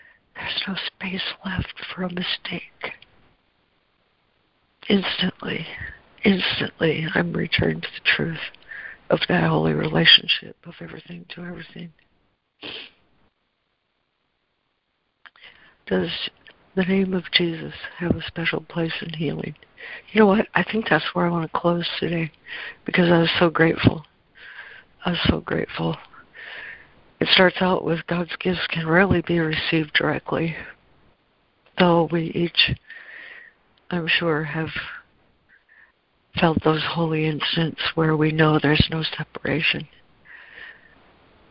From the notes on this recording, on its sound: ACIM Daily Conference Call